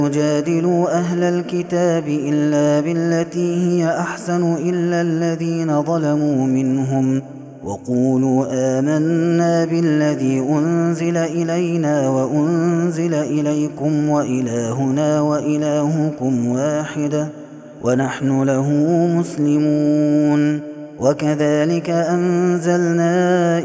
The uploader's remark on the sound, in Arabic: هذا التسجيل من صلاة التراويح